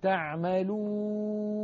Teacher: هذه الواو عندما تخرج نلاحظ بأن الصوت لا يعترضه جزء من الفم